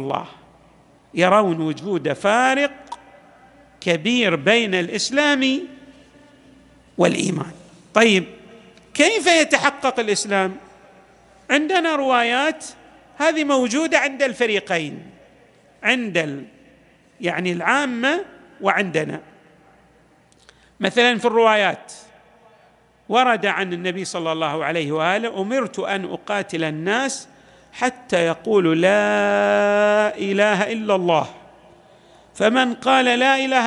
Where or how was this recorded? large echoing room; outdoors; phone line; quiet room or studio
large echoing room